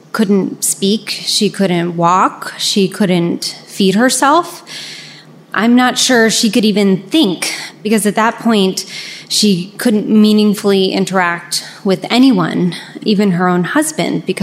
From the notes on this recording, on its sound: Live From Richmond!